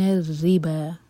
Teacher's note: را کے نیچے کسرہ تو را باریک ہوگا، اور یہ ہے ربا، با پر فتح، اس کے بعد واو کے اوپر چھوٹی سی الف بنی ہے، تو اس کا مطلب ہے کہ ہم نے واو کو نہیں پڑھنا، تو با کے ساتھ الف پڑھا جائے گا دوہر کا لمبا.